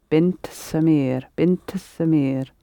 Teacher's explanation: the little helping vowel, because we've got n, t, s, bint, Samir.